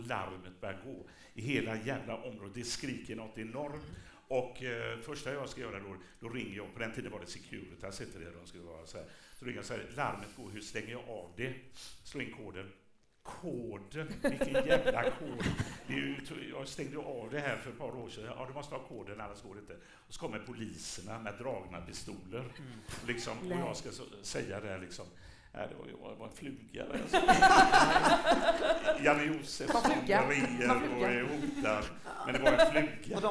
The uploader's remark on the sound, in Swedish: Live i Göteborg!